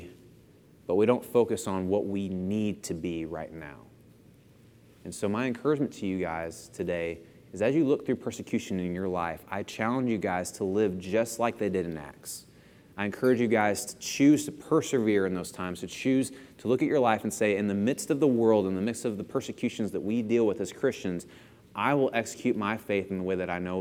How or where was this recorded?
large echoing room